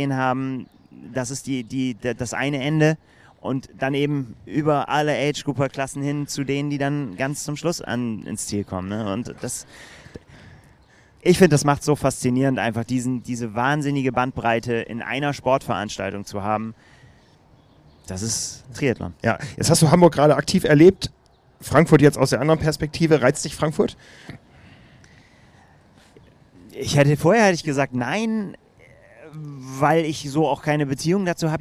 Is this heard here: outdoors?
yes